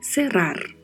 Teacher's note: O som de E, como já falamos várias vezes. E esta palavra terá o vibrato do R, tanto no meio da palavra quanto ao final da palavra